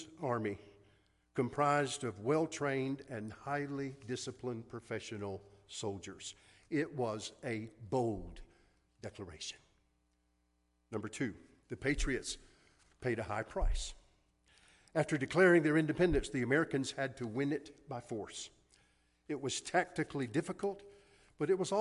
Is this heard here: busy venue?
no